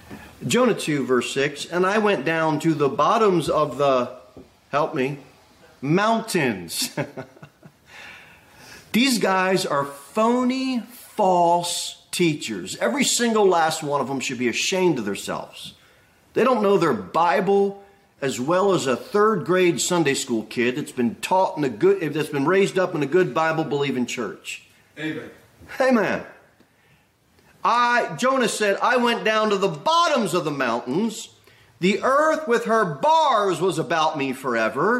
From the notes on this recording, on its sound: Sermon delivered at Pilgrim Baptist Church on Sunday, November 26, 2023, at 2:15 pm. Jere Whitson Rd.